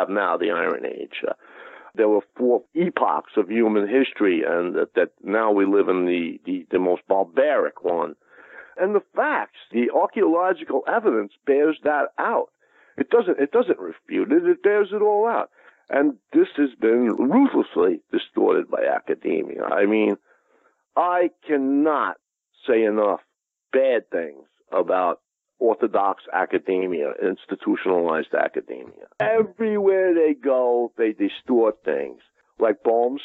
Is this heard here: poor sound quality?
no